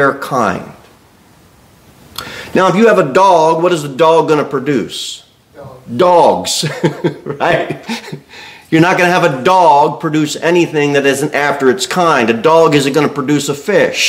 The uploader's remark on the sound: Sermon delivered at Pilgrim Baptist Church on Sunday, December 31, 2023, at 11-15 am. Pilgrim Baptist Church, located at 229 W. Jere Whitson Rd. Cookeville, TN 38501.